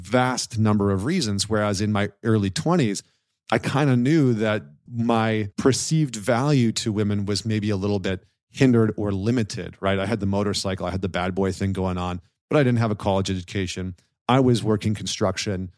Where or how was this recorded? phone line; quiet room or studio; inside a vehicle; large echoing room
quiet room or studio